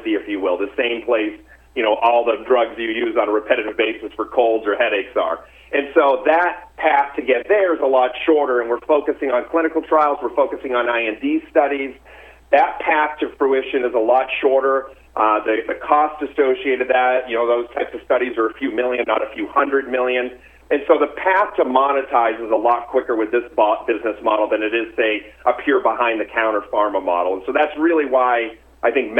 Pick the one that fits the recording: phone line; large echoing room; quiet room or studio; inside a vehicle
phone line